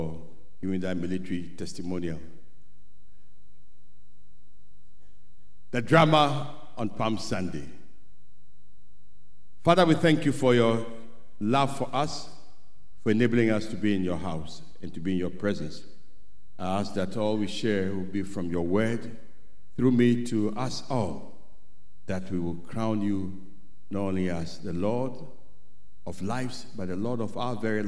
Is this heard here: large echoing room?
yes